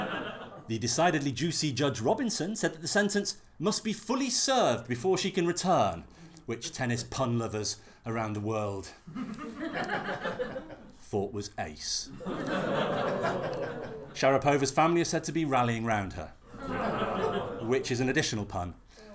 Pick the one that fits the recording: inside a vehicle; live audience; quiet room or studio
live audience